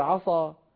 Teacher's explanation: لو واحد فخم سين عسى شو بتصير؟ بتصير عصى، فخرجت من عسى إلى عصى، تغير الكلمة بتفخيم السين